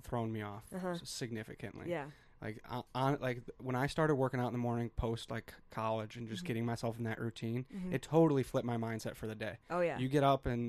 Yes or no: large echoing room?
no